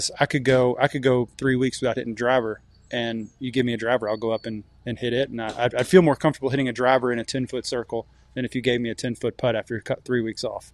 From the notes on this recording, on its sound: broadcasts live from the Travelers Championship